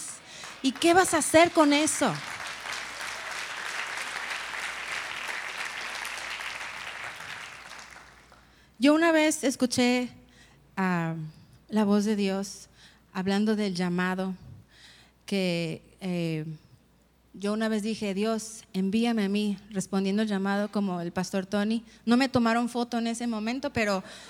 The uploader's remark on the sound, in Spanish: Conferencia En Vivo 2019